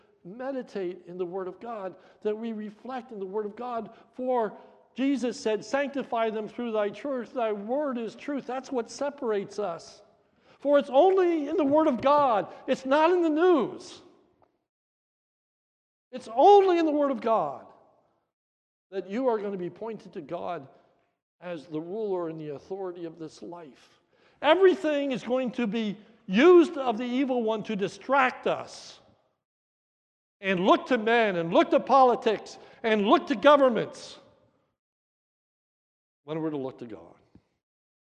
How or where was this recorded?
large echoing room